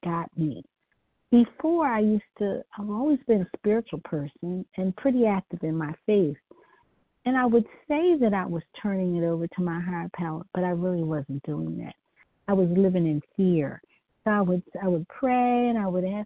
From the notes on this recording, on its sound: from the 100 Pounders Phone Meeting, 4/22/23